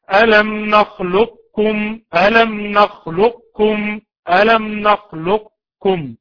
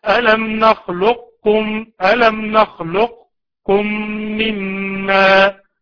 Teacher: الادغام الناقص ان ننطق حرف القاف، أن ننطق حرف القاف بدون قلقلة · Shown in: second take